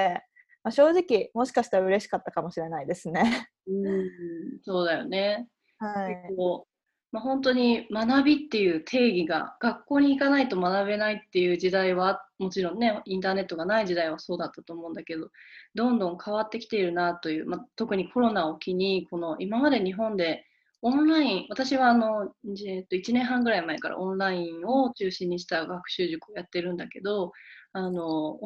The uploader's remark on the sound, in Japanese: 初めてリモート収録を行いました